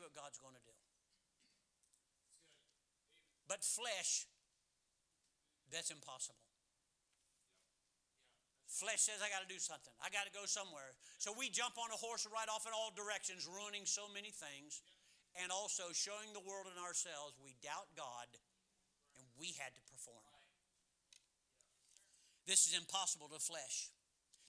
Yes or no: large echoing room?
yes